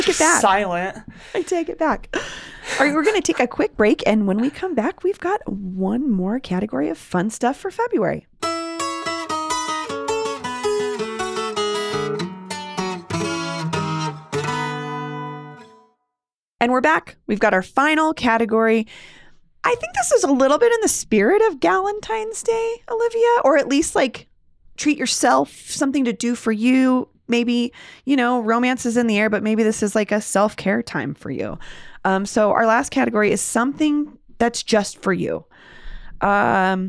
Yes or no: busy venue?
no